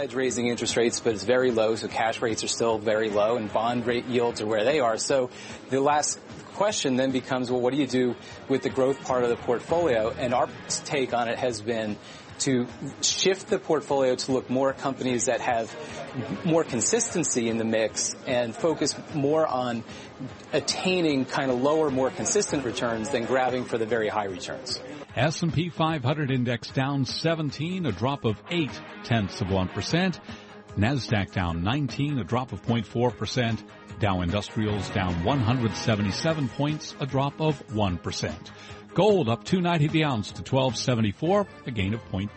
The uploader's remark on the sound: Broadcasting live from Elbow Beach Bermuda.